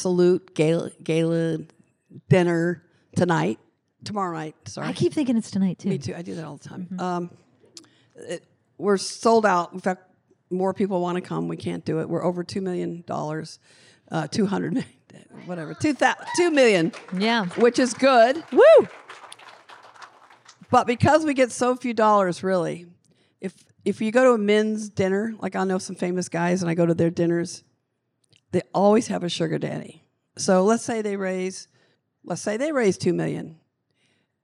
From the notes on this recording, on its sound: In a live recording of Laughter Permitted in New York City